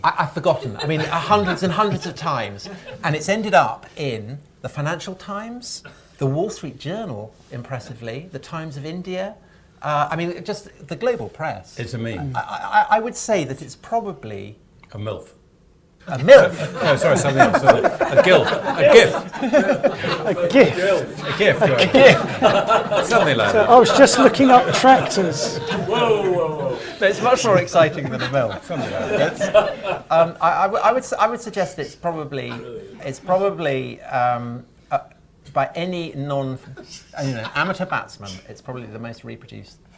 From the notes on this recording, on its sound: A special LIVE edition of The Nightwatchman Podcast recorded at the central London offices of our sponsors, Rathbones . LIVE at Rathbones. A special LIVE edition of The Nightwatchman Podcast recorded at the central London offices of our sponsors, Rathbones .